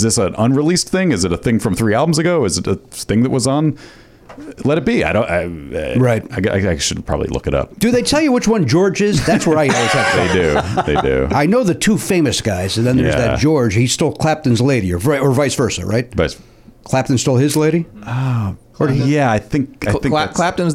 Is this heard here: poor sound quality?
no